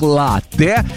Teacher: слово итальянское, ударение там стоит на первый слог, латте. И вот, несмотря на обилие гласных, произносится твердо, без мягкости, латте.